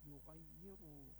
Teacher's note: lafat ra dengan tafkhim tebal karena bersura berkumah, dan setelahnya sebagai mad panjang sealif dua harakat.